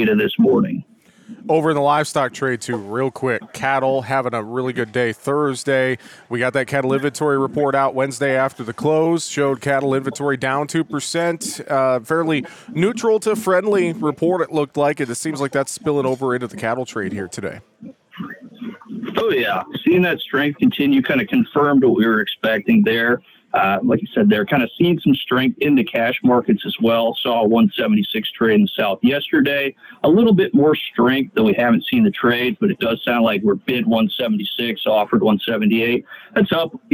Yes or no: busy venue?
yes